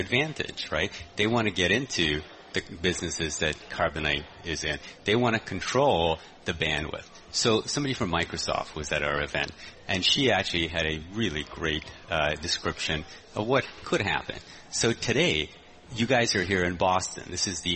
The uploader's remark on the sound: from the Greater Boston Chamber of Commerce Annual Meeting